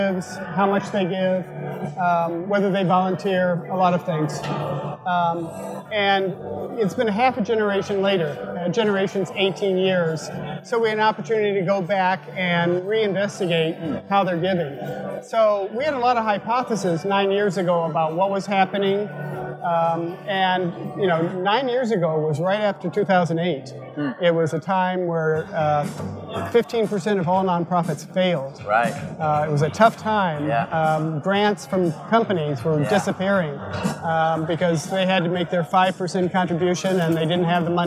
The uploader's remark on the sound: LIVE from NIO Summit. Recorded live at the 2018 Nonprofit Innovation and Optimization Summit.